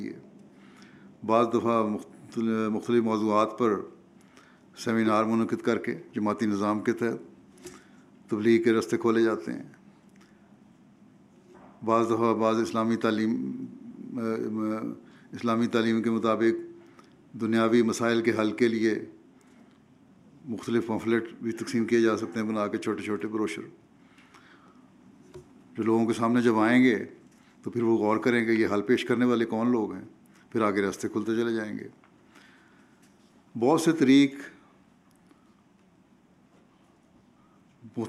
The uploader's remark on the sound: Jamia UK Convocation 2019-2022: Keynote Address.